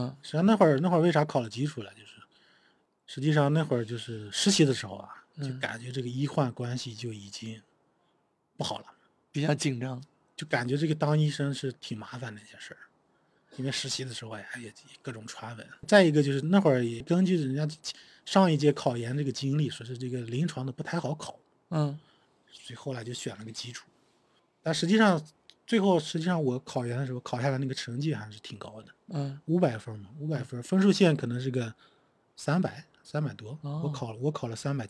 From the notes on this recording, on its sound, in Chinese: 本期是在户外录制，声音质量略受影响。